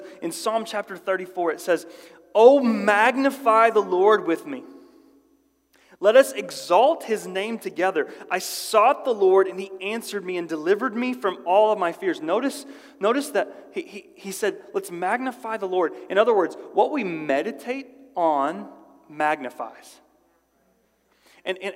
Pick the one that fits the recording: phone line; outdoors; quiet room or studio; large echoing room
large echoing room